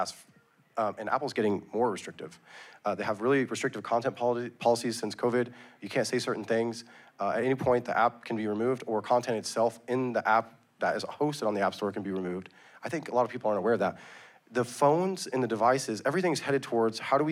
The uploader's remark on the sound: Recorded Live in Miami Beach at the Ordinals 2023 Conference.